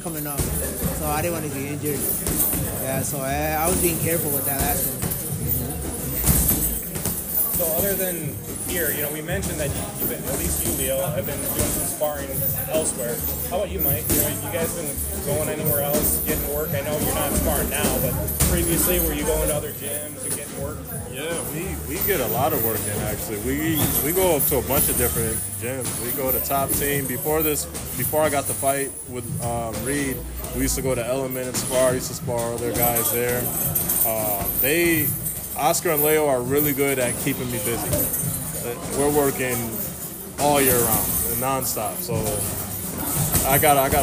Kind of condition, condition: setting, busy venue